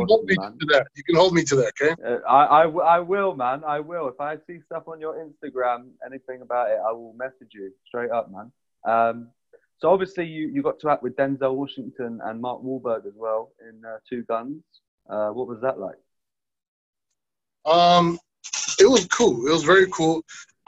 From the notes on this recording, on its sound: (Please note: The sound quality is a little poorer due to a bad internet connection).